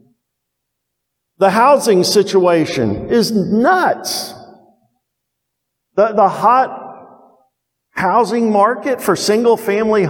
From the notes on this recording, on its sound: Preached to Towne View Baptist Church in Kennesaw, Ga on 7/3/22. First preached to Towne View Baptist Church in Kennesaw, Ga.